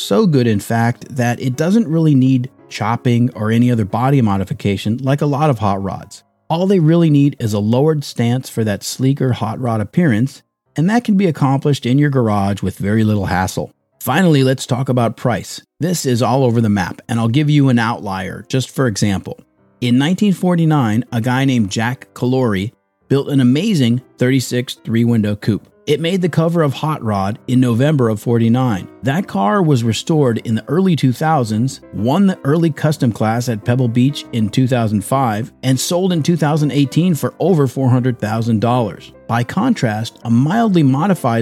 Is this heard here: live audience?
no